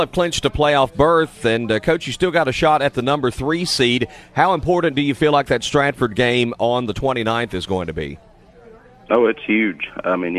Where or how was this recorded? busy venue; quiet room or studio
busy venue